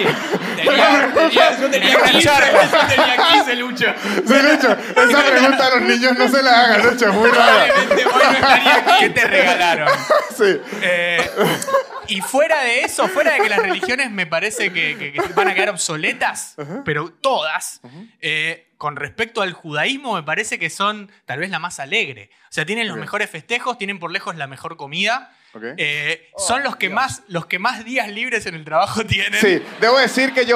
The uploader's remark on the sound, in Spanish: Un episodio grabado en vivo en el teatro picadero.